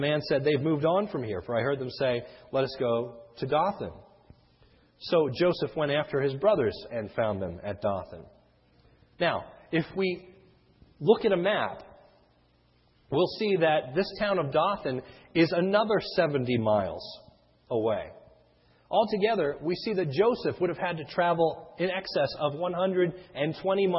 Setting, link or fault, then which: setting, large echoing room